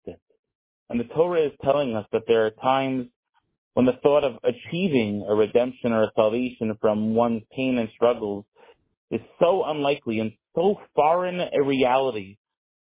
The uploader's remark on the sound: Tehillim Call.